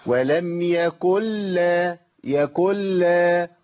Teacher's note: النون لما تكون معلاش حاجه خالص ويجي بعدها لام معرضه تماما ويجي بعدها لام اعرف حضرتك على طول واعرف حضرتك على طول ان لام هنا شددت بسبب الادغام. ما بقاش عندي نون بقى عندي لامين.